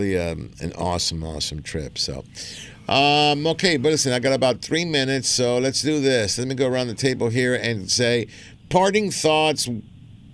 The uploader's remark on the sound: "LIVE" from Angel Stadium in Anaheim, CA.